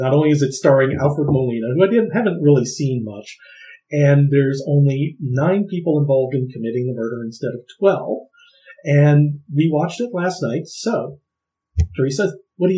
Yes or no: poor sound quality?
yes